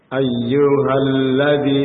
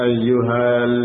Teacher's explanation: masuk huruf lam ini idgham bila gunnah tidak ditahan · Shown in: first take · Ayyuhalladhi langsung jangan ayyuhal ini kurang tepat.